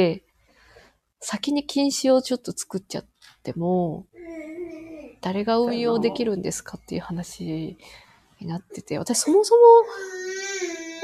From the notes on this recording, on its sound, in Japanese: 収録なので、リアルタイム情報ではないです。子どもの声が入っています。コラボ収録。Stand.fm。